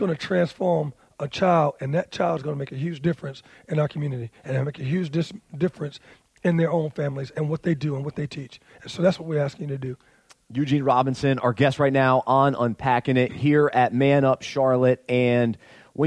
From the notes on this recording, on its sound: He was the emcee for the ManUp Charlotte Conference and joined us backstage to discuss.